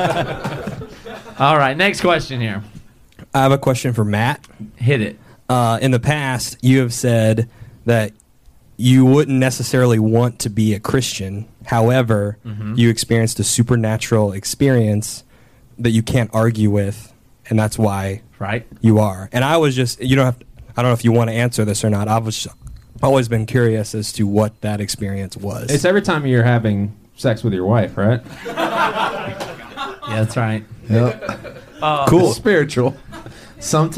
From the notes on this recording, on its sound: Live In Milwaukee. Roving reporters.